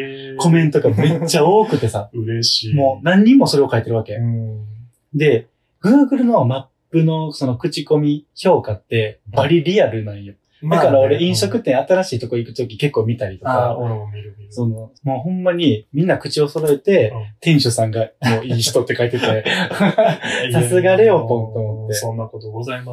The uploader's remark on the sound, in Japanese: 音声がこもっており